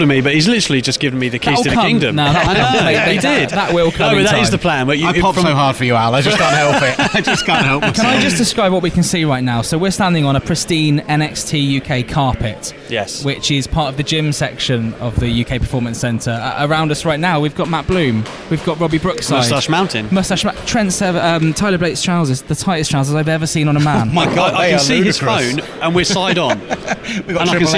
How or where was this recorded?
busy venue